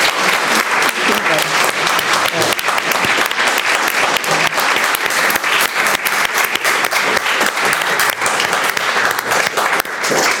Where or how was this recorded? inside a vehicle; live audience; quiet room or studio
live audience